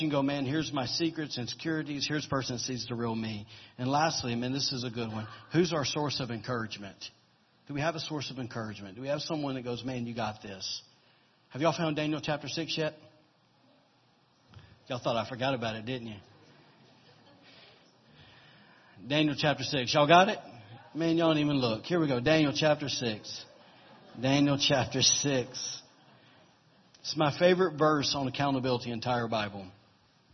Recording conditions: large echoing room